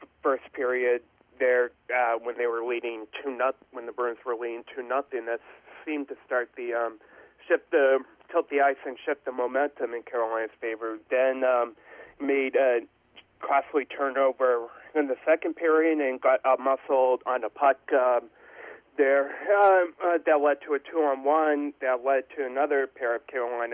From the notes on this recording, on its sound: Joined on the phone. From the Spectrum Healthcare Partners Studios.